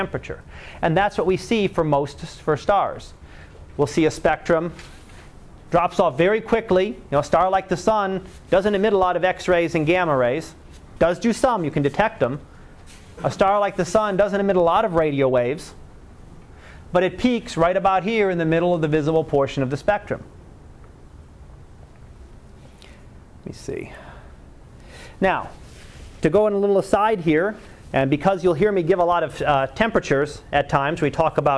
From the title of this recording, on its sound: Live Class Lecture